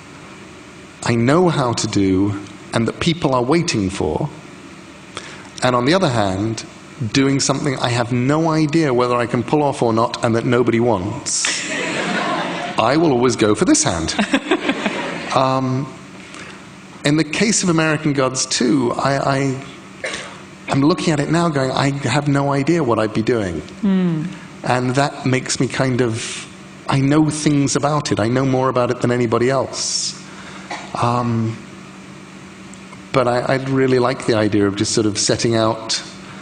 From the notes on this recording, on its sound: recorded at The Wheeler Centre, Melbourne, in 2015